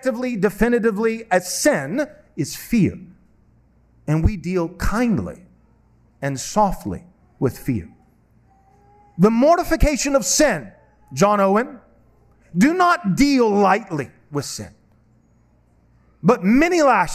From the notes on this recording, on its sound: This sermon was preached at Covenant Bible Church